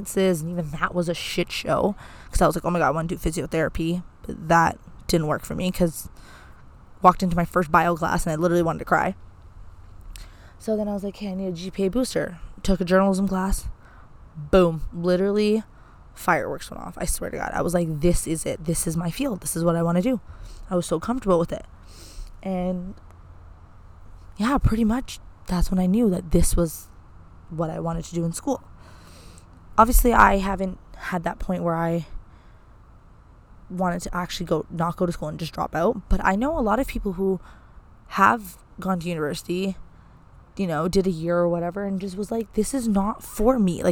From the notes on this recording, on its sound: As she records this weeks episode outdoors in a park. Sorry for the wind and airplane noise.